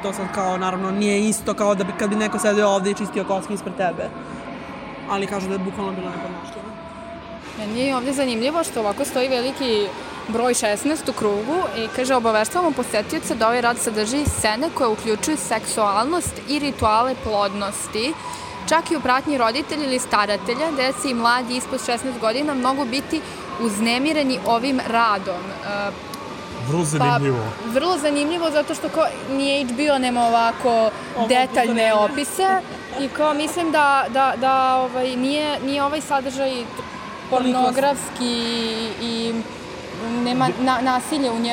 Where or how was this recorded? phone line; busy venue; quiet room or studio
busy venue